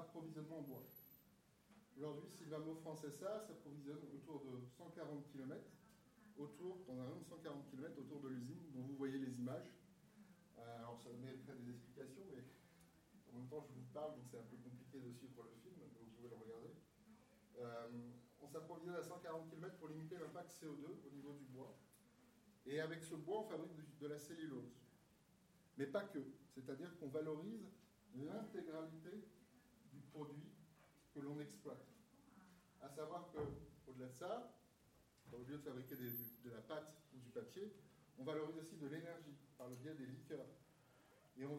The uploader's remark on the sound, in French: Veuillez nous excuser de la qualité sonore de cet enregistrement, il y a eu un problème de micro ne relevant pas de notre responsabilité.